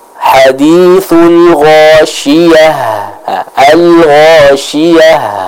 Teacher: ta marbutah itu berubah dengan suara dari huruf ha